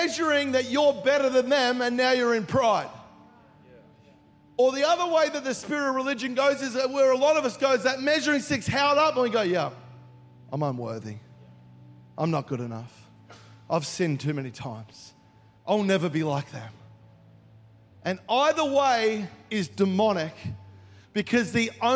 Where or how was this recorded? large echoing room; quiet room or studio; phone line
large echoing room